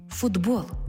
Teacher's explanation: глухий «т» поруч із дзвінким «б» перетворюється на дзвінкий «д» поруч із дзвінким «б». Глухий знайшов собі дзвінку пару.